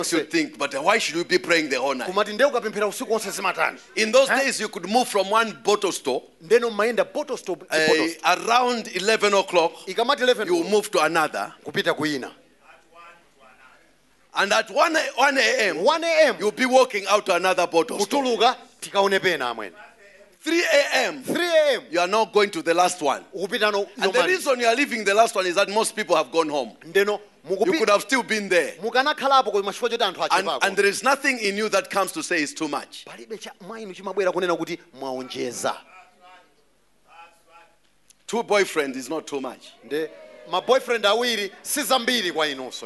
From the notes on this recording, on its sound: Preached at the Great Escape Sunday at Word Alive Blantyre City Church on 26th February 2023